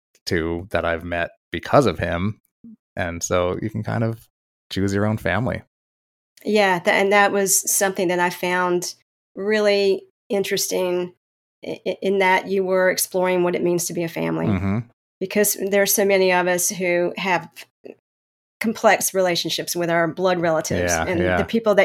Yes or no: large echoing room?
no